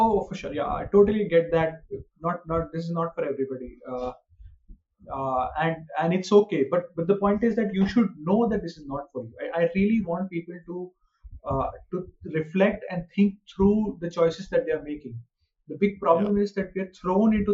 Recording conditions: poor sound quality